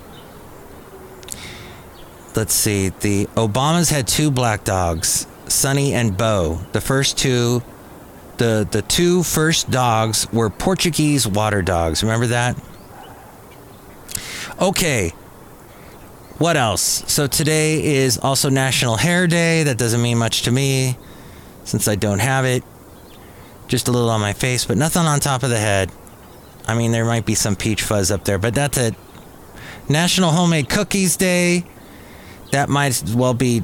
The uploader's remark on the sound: Podcasts live from Café Anyway.